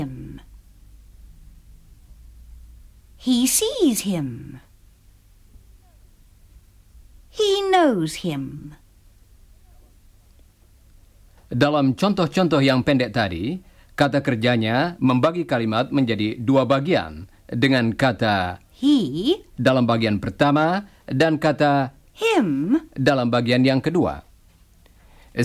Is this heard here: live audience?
no